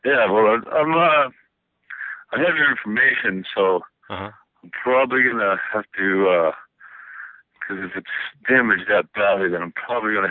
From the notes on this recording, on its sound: Prank Phone Calls